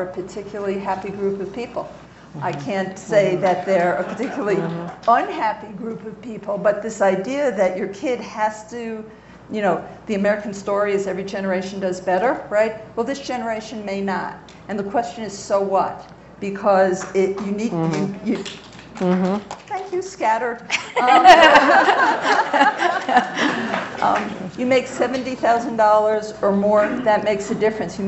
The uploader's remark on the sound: from the Aspen Ideas Festival